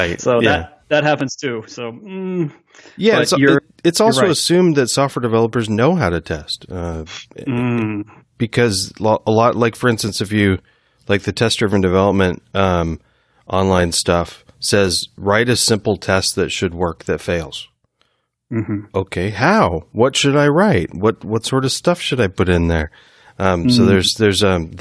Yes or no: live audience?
no